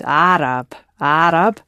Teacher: the word Arab, which is of Arabic origin, actually starts with the ah sound, the ayn